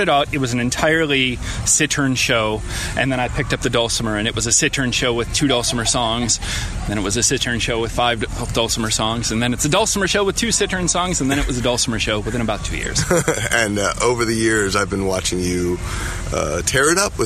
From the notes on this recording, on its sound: Sherwood Forest Faire. Some of the stories I recorded at the faire.